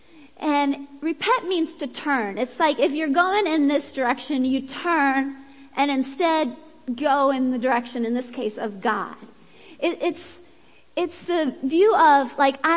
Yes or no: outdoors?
no